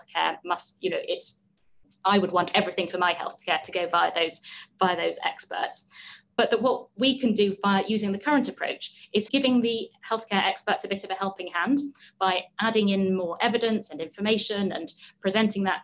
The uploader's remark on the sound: We are taking you back to the Reanalysis Webinar for Participants.